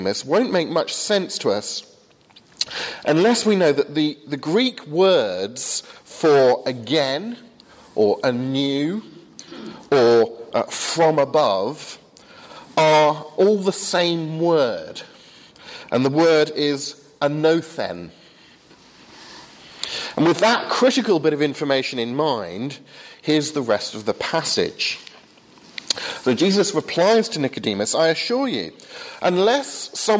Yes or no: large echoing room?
yes